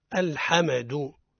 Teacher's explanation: ويقع الخطأ في الميم من أوجه قلقلة الميم، يقولون الحمد هذا خطأ.